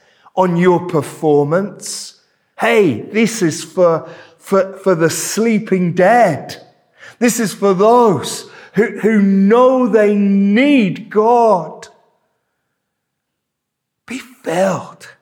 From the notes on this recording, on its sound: This sermon was preached at Welcome Baptist Church on Sunday 28th May 2023.